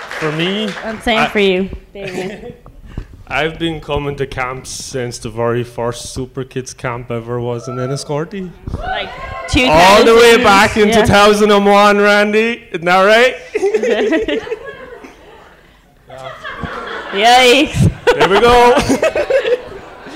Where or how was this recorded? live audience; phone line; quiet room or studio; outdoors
live audience